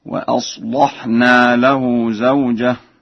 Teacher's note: فقرأ ورش وأصلحنا بتغليظ اللام